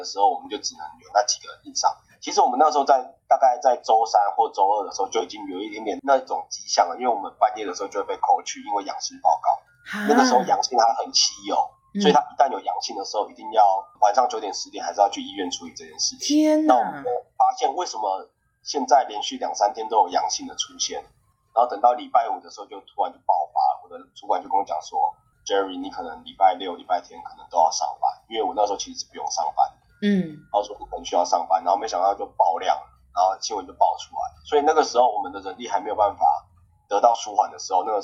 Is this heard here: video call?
yes